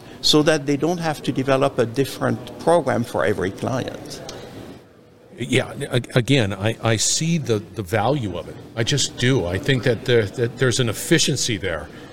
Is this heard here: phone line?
no